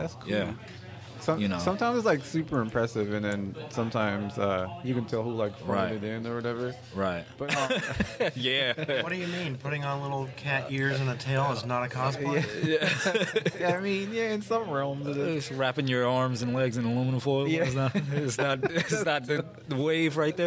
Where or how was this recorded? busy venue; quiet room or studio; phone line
busy venue